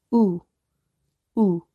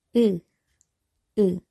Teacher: 우는 입술을 동글게 하고 발음하고 으는 입술을 평평하게 펴서 발음한다. The vowel u is pronounced with the lips rounded.